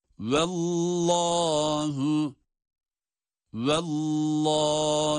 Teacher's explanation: Vav ince, şeddeli lam kalın